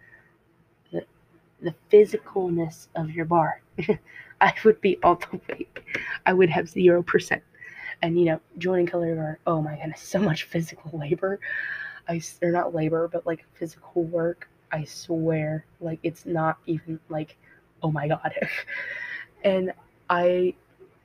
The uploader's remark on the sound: I'm so sorry this didn't turn out good I've been looking for a better mic so yall can hear me better